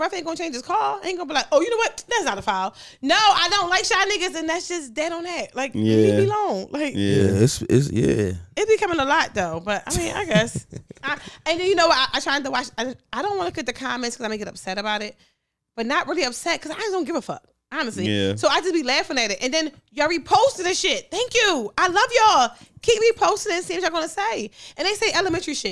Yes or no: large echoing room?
no